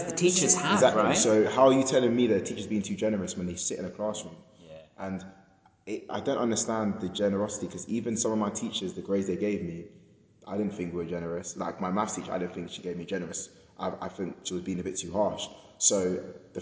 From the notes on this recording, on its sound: Recorded in the Parish Hall, New Southgate, London N11.